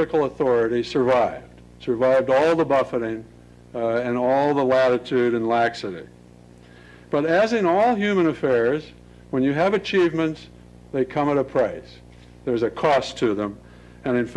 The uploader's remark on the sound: Lecture at Stanford